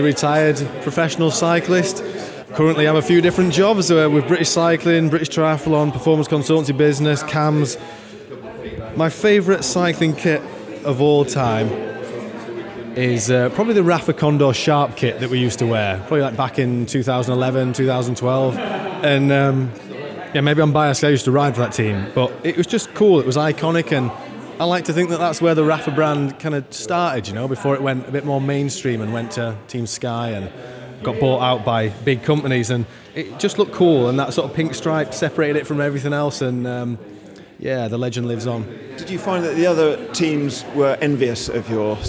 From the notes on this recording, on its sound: At the recent Rouleur Live show. We roved the halls of Rouleur Live to ask industry figures what their favourite pro team kit of all time is.